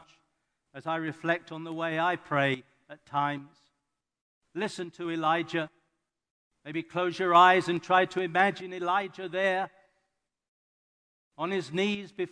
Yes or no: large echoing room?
yes